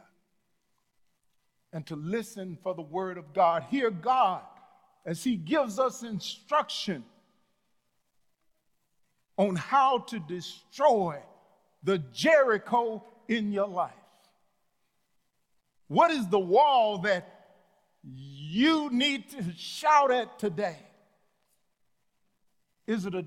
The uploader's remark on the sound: Sunday message from The Fellowship in Nashville, recorded live on August 1, 2021.